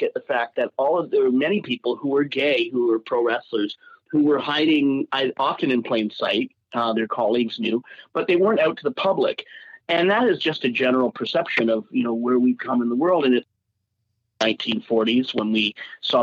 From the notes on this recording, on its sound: We had the opportunity to hop on the phone